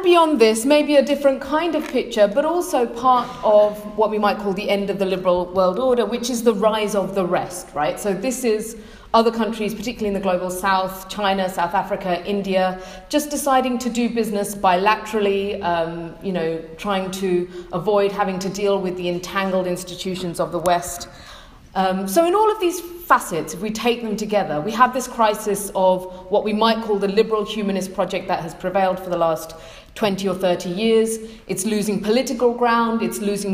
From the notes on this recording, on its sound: a recording of a keynote address given on March 16th 2017 at the AFK-EUPRA Joint Conference